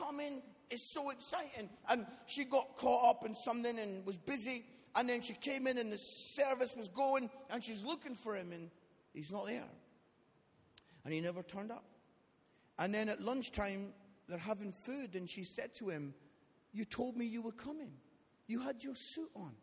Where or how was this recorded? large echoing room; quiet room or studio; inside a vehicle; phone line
large echoing room